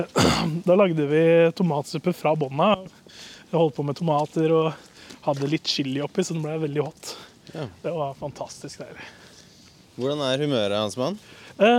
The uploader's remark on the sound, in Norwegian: Podcast UTENDØRS på tur!!